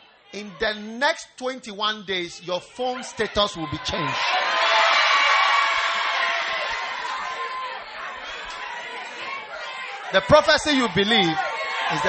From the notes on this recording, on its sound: Preached at the First Love Church, UPSA